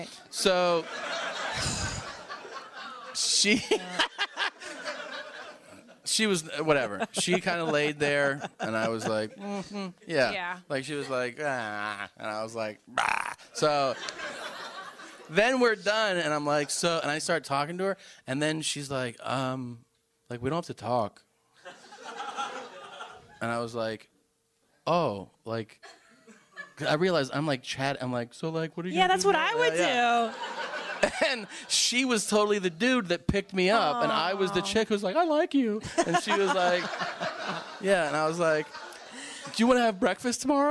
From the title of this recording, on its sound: Live From Pasadena